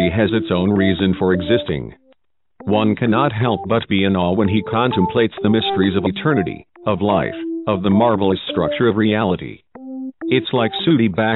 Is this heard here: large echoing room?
no